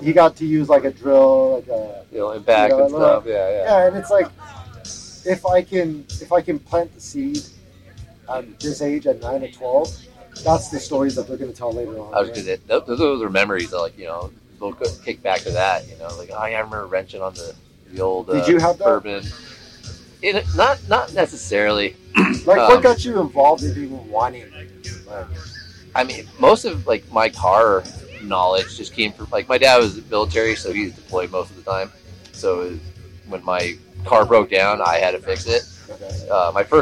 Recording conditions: poor sound quality